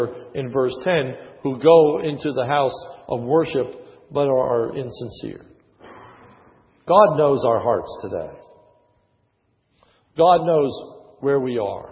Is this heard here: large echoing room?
yes